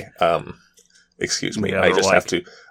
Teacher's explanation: the accent that all British actors do when they have to play Americans, which is just to slightly add some vocal fry to their voice when they speak